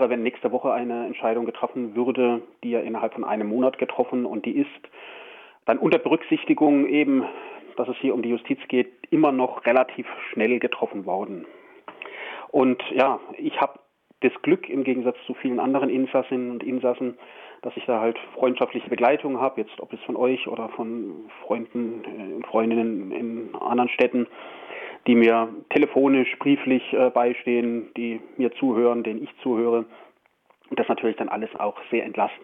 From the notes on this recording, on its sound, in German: Immer noch nicht mit uns im RDL Studio an unserer August- Ausbruchsendung teilhaben, sondern nur per Telefon.